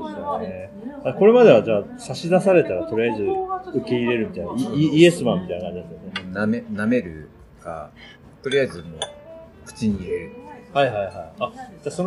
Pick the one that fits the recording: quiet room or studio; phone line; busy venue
busy venue